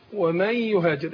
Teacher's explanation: ومن يهاجر إدغام النون في الياء